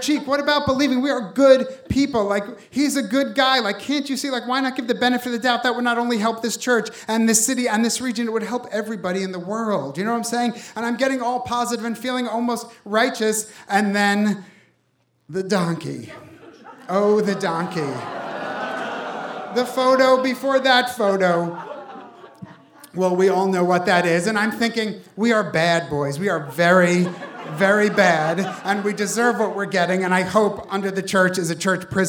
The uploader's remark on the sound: Live from New York City. In this hour, we present audio from a great live show.